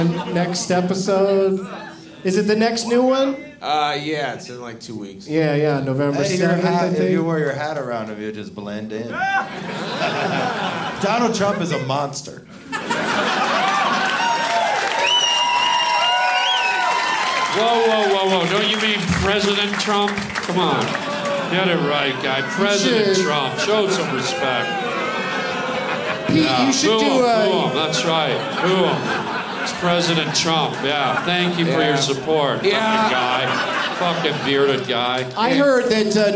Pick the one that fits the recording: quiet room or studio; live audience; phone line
live audience